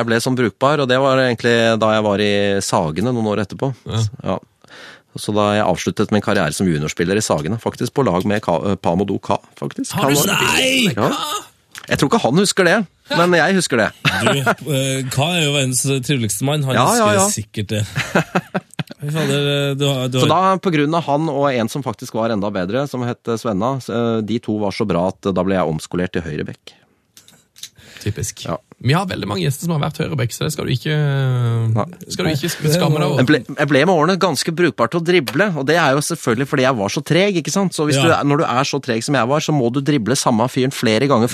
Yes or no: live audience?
no